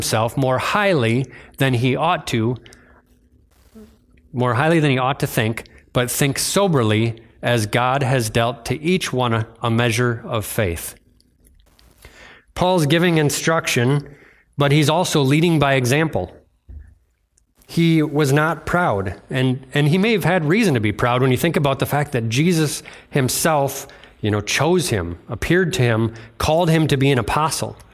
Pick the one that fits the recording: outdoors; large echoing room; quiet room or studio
large echoing room